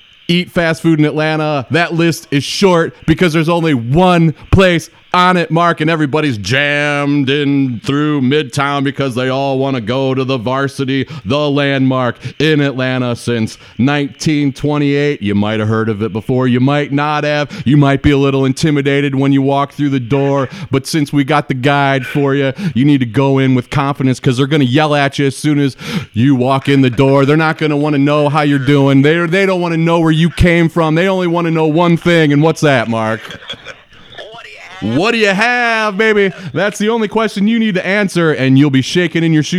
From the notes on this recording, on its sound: live on location at "The Big Game Experience."